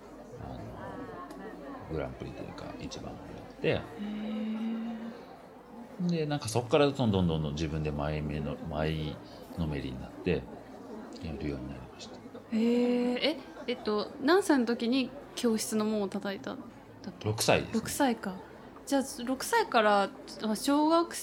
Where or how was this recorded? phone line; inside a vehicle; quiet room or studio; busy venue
busy venue